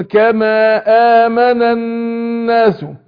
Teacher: هنا النون مشددة تاخد غن حركتين